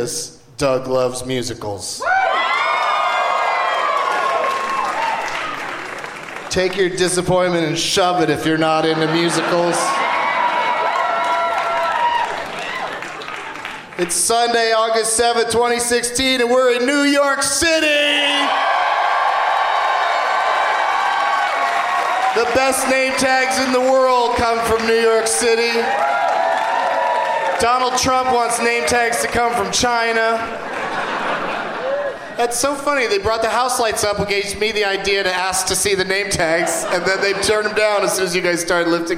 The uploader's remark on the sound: Live from the Gramercy Theatre in New York City